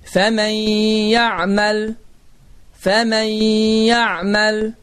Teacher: Fikir verin, sükununun oxunmadı, yə hərfi isə qoşalaşdı və səs də burundan çıxdı. · Term: idğam məlğunə